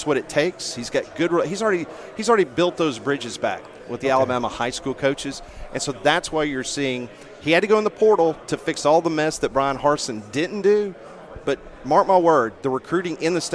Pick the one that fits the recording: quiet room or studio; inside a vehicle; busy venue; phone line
busy venue